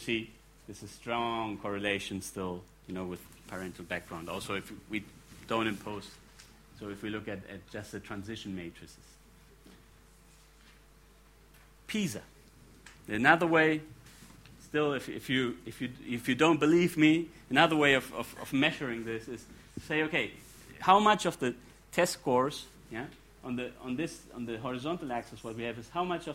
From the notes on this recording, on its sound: Gives the second talk in the fourth plenary of the The Emerging Middle Class in Latin America: Causes, Challenges and Opportunities conference.